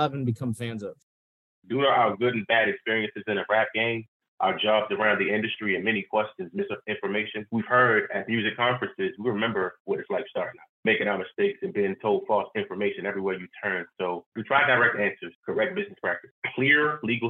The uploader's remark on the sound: On a Sunday conference call. All while playing drinking games.